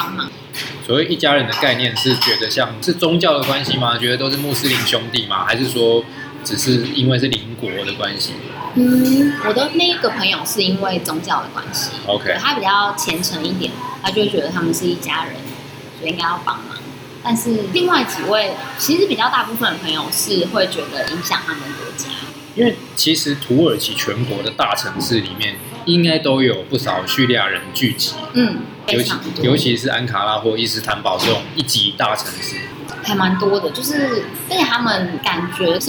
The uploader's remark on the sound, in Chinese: 本集白噪音指數：柔風級 3/5。錄音地點： 三亞米 Sunyummy，土語系學妹開的店。